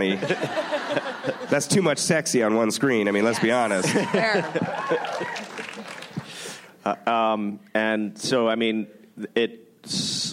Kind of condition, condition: setting, live audience